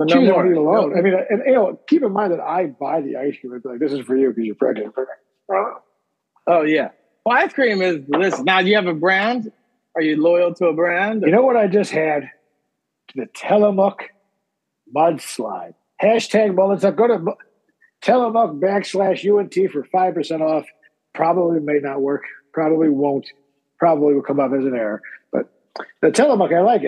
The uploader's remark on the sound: Special 4-part Summer Zoom Edition